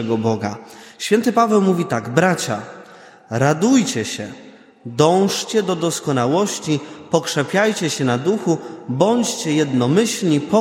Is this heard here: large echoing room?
yes